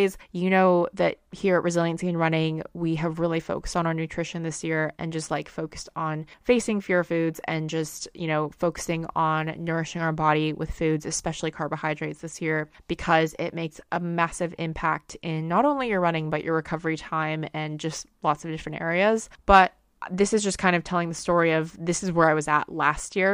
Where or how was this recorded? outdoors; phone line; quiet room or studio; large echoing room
quiet room or studio